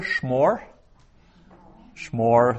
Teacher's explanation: so a very short first syllable with a shva